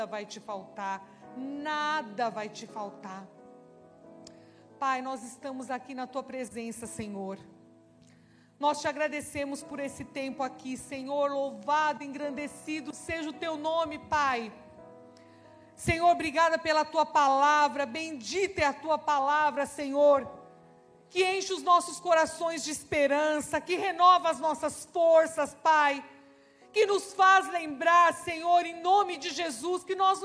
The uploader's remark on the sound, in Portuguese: Celebração ao vivo